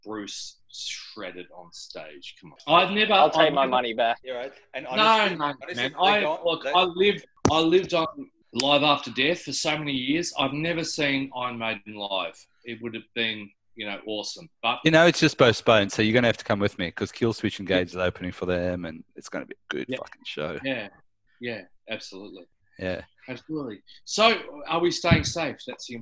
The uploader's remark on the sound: Social distancing via ZOOM.